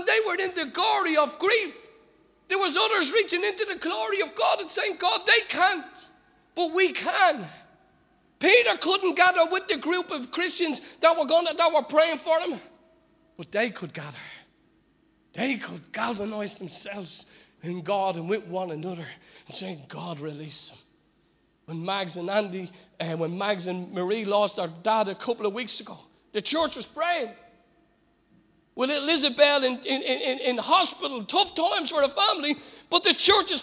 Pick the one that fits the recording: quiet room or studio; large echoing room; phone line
large echoing room